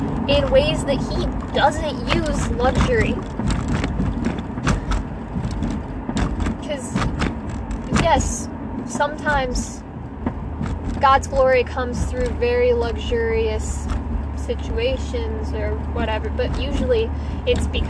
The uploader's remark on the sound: Sorry about all the background noise.